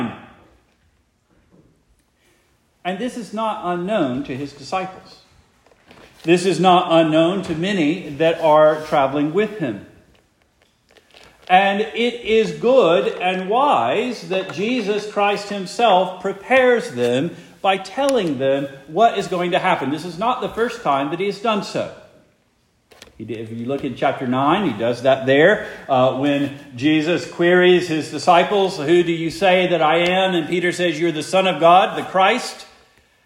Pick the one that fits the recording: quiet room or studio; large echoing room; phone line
large echoing room